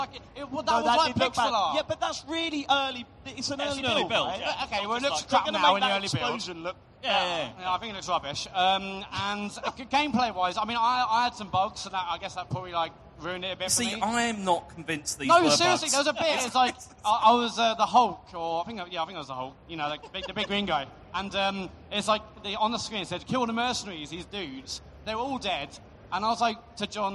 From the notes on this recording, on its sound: The boys return to the stage in this very special episode of The Computer Game Show, live from EGX 2019. Answer questions live from the audience.